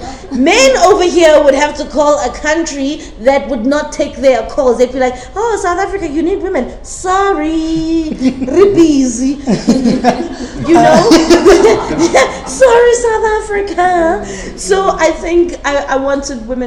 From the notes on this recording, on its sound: In a live podcast.